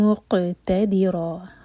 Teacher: قَاف پر قلقلہ اور آخر میں را ہیوی۔ پراپر فتح کی تنوین.